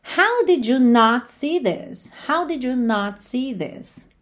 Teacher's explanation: sempre que a gente tira o not da contração, ele se torna uma palavra forte